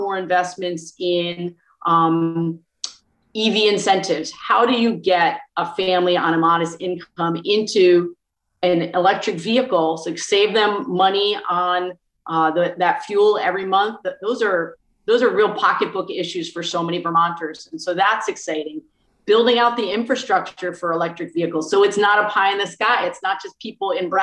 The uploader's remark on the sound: The historic Covid-19 session was conducted entirely online over Zoom. Was often eerily alone in her office at the Statehouse in Montpelier.